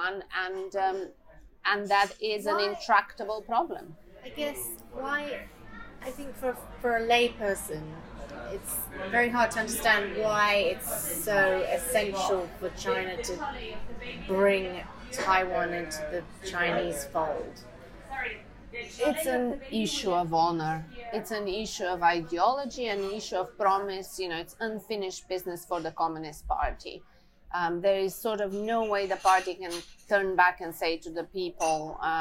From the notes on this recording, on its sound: for a spot of Italian food at La Famiglia restaurant in Chelsea